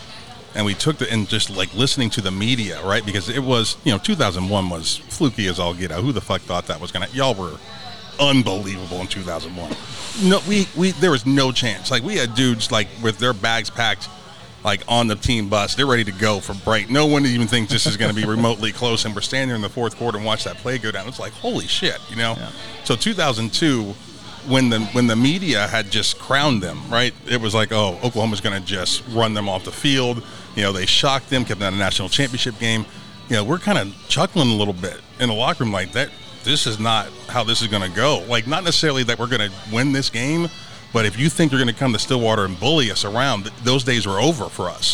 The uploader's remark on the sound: Live at Clark Crew BBQ